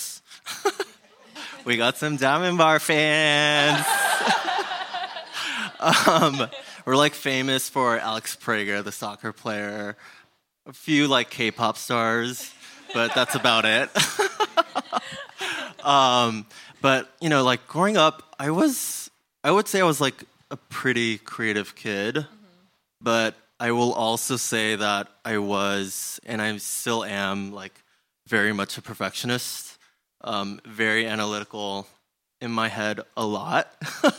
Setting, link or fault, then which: setting, live audience